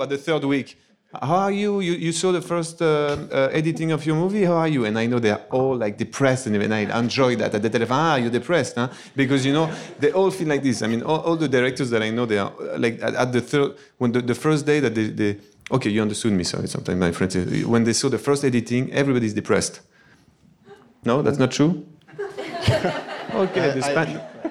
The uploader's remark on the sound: NYFF Live Filmmakers Chat 2018